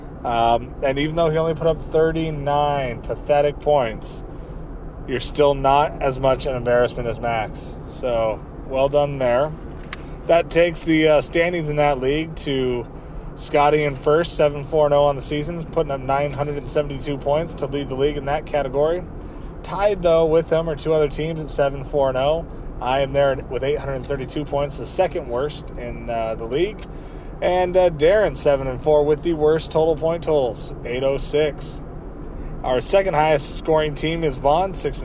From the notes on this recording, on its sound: This one is a doozie, don't know if you can even understand it. Possibly recorded this on my phone while driving to Portland.